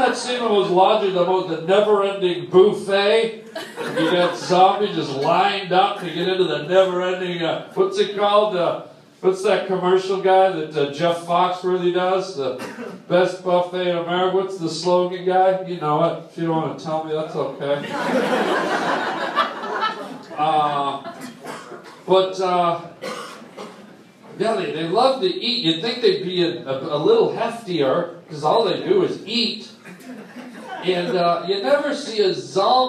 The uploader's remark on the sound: live on stage at the Hollywood Improv